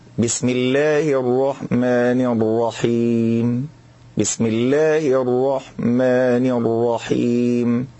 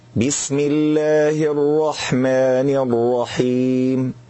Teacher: لا يظهر الهمس في حرف الحاء · Shown in: first take